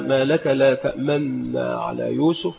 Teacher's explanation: سكنت النون الأولى وأضغمت في الثانية فصارت نونا واحدة مشددة · Term: الإدغام الكبير